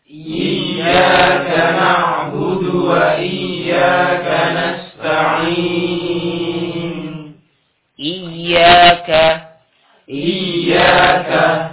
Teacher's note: Ketika masuk ke huruf ya, diberikan nabr, ya, diberikan nabr, hentakan, ya. Bukan iyyaka, tapi iya.